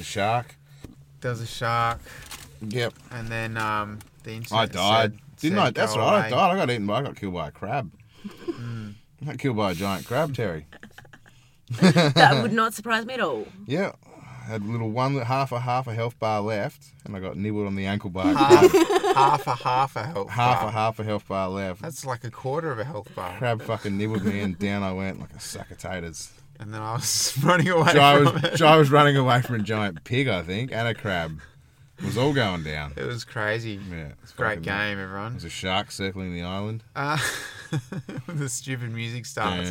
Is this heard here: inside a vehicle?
yes